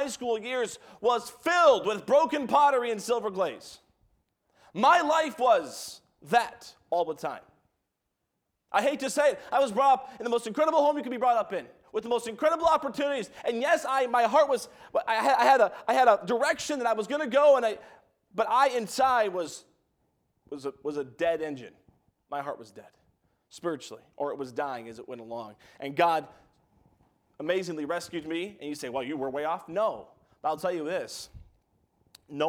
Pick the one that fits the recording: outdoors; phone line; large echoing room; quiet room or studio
large echoing room